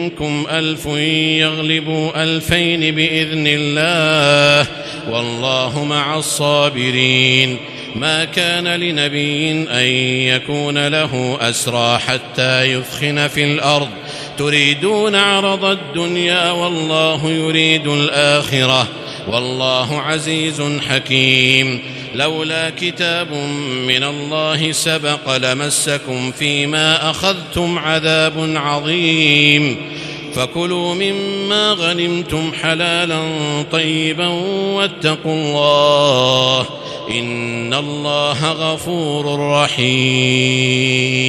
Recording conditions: large echoing room